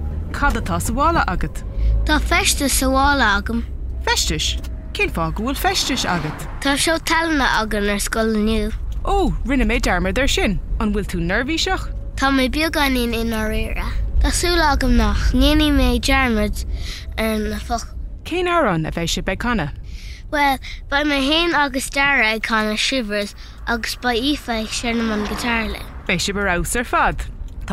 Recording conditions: inside a vehicle